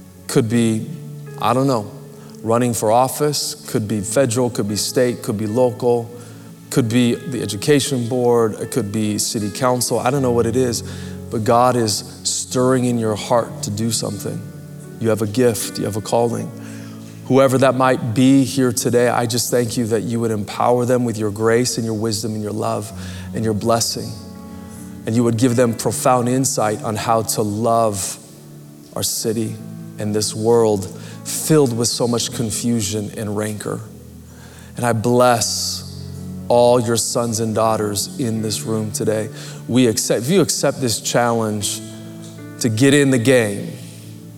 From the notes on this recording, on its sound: Recorded Live at Capital Church in Meridian, Idaho